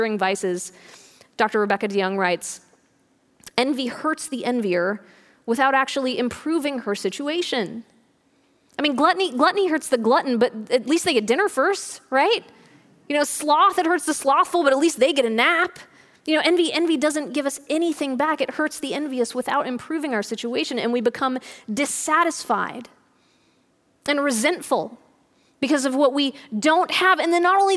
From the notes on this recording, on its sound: This audio was recorded at our Thursday service on March 12th, 2020.